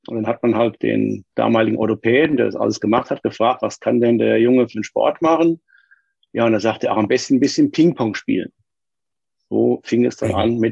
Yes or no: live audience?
no